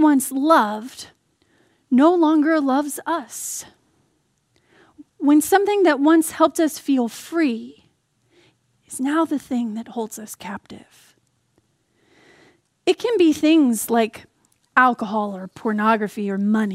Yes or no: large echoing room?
yes